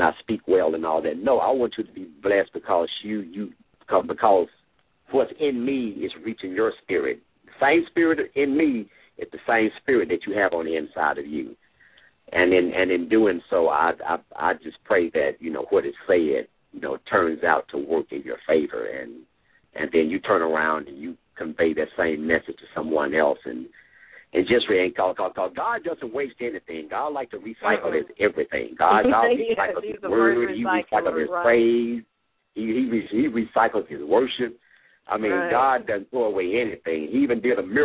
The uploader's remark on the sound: LML uses a progressive live call in format.